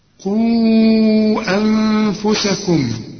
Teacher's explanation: ده المد المنفصل ولازم تمد أربع حركات